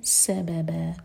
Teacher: سبا ایک ایک حرکہ اور سیکنڈ با دو حرکہ لمبا، سببا فتح کی تنوین پر رک رہے ہیں تو یہ ہے مد عوض عن التنوین.